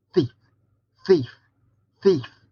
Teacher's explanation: A shifty sound, Thorn. Voiceless, dental, fricative. A conspirator's whisper that hides in thickets, soft as thorns.